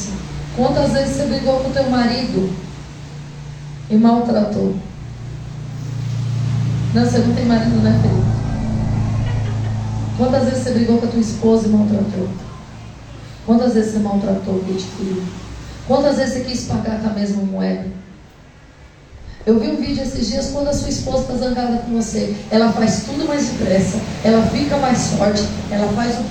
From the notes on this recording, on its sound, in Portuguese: Culto gravado no dia 29/10/2023 na Igreja Desfrutar do Amor de Deus em São Paulo. CampoLimpo.